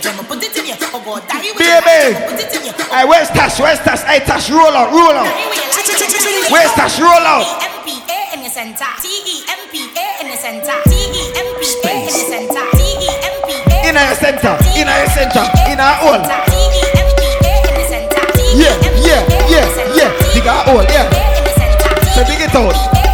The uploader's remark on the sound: S.W.A.T Day Party Live Audio